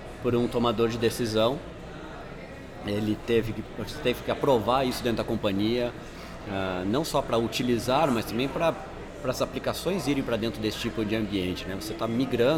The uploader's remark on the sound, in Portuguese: gravado há alguns minutos direto da QCon São Paulo 2018!